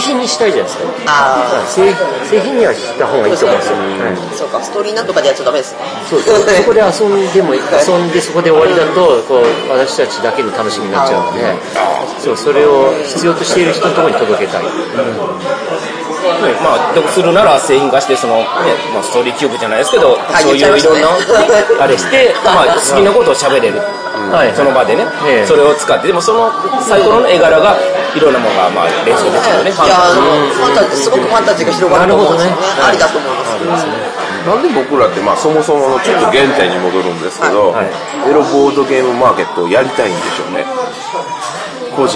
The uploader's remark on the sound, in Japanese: ゲームマーケットで収録。ゲームマーケット2017秋の１日目終了後の打ち上げ会にて。